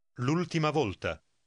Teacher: the first word, with the apostrophe, is pronounced just as if it were all one word